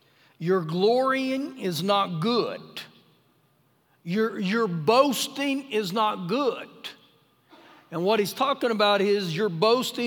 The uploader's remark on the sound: Recorded live during our Sunday morning service